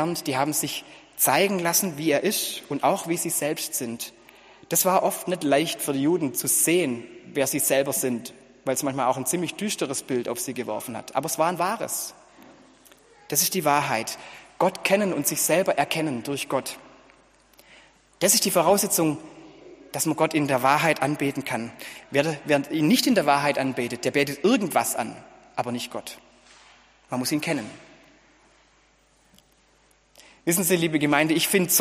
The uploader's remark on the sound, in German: Gottesdienst zur Kirbe